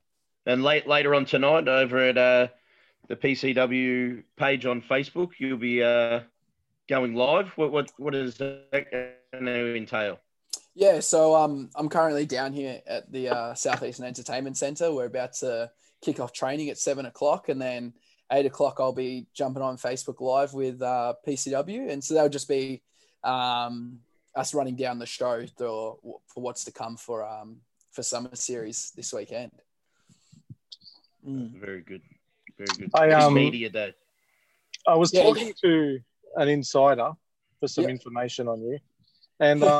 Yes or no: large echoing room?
no